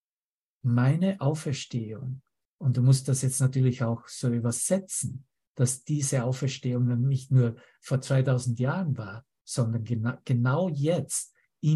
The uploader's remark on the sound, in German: Zoom-Session. Veranstaltet von der Aleph Akademie.